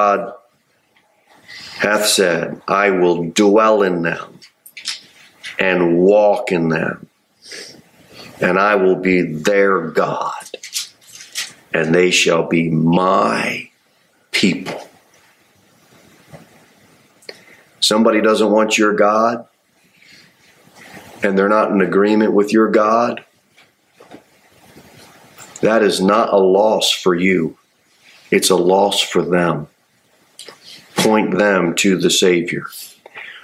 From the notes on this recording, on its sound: Sermon delivered at Pilgrim Baptist Church on Thursday, December 7, 2023, at 6:15 pm. Jere Whitson Rd.